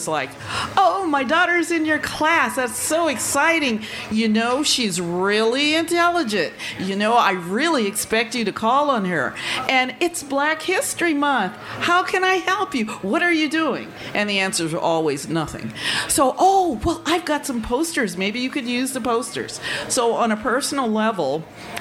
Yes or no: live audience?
yes